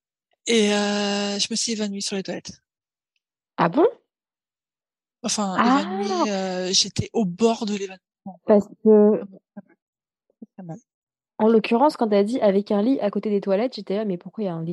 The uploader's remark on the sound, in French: Cet épisode a été enregistré en distanciel. Tokyo/Paris.